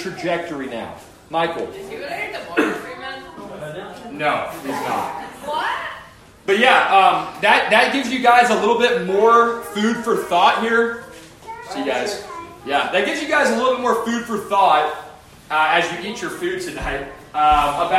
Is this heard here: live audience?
yes